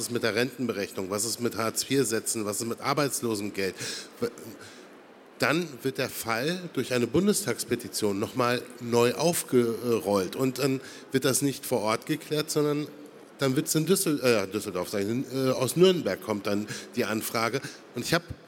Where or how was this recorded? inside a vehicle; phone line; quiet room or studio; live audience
live audience